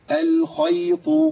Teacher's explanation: الخاء هنا ايه حرف مفخم مفتوحه فمفخمه تفخيم عالي في المرتبه الثانيه